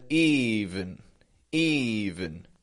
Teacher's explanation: Strong, weak. Tense, schwa.